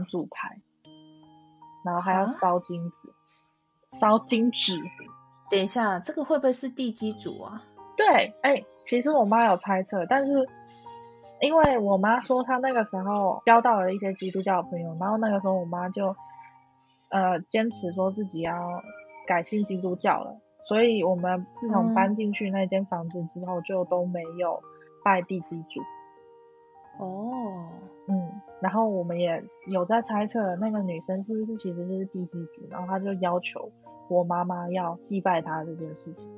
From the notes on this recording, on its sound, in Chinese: 這集在錄製時有許多吵雜背景音